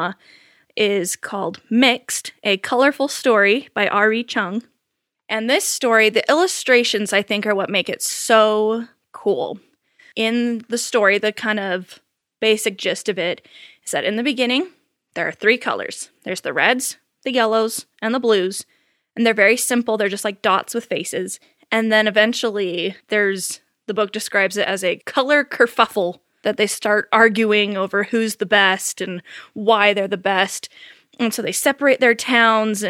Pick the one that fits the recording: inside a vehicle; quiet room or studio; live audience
quiet room or studio